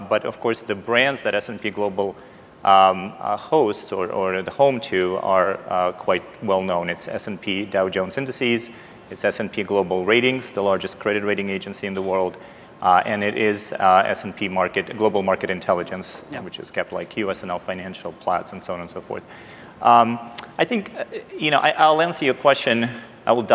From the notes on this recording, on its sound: The best of live interviews from GreenBiz events.